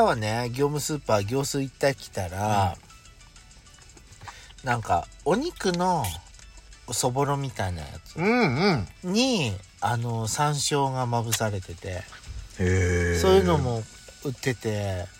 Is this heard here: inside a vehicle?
yes